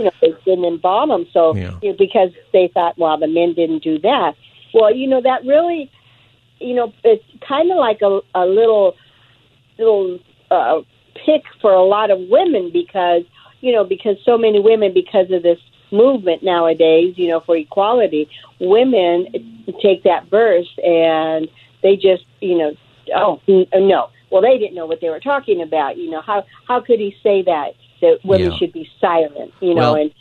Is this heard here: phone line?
yes